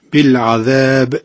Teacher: و یستعجلونک بالعذاب، قلقله حرف با در هنگام وقف، بالعذاب قلقله در آخر کلمه، وقتی که وقف میکنیم باید آشکارتر بیان بشود